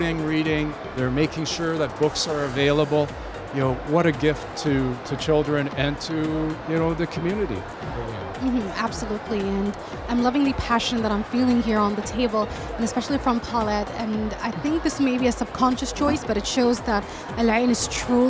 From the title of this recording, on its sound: Live at SIBF 2023